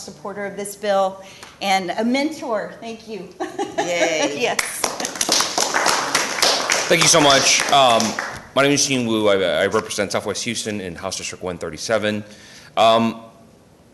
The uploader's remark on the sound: a press conference on March 8th at the Texas State Capitol